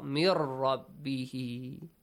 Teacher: Merge the sound of noon with Ra. · Term: Idgham